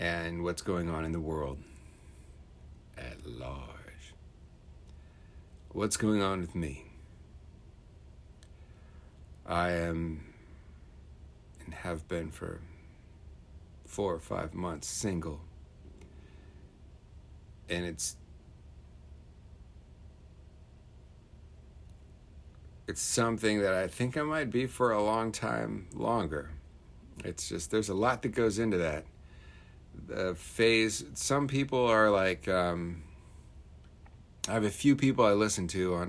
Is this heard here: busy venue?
no